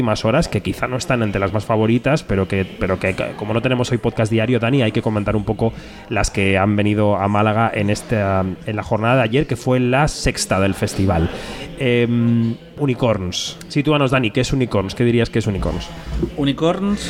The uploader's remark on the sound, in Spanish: Kinótico en Onda Cero. Programa especial desde el Festival de Málaga 2023.